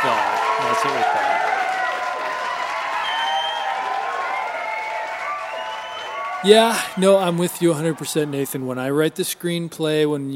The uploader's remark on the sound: Press Releases (Live). Thanks to all who came out and actively participated in the recording through the many questions and positive feedback you gave us when the microphones were not recording. Took loglines from the audience for a live, spontaneous and exciting Logline Cage Match session.